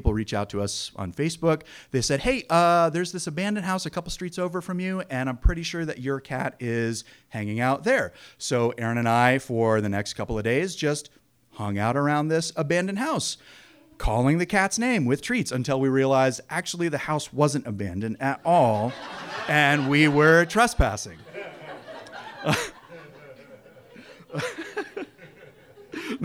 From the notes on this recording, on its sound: It takes a lot of guts to get up on stage and tell a story in front of a live audience.